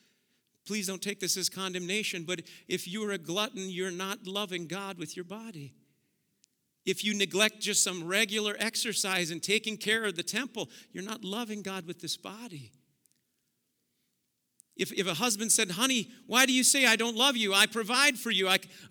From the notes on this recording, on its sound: Preached at Auxano Church 1/8/2023.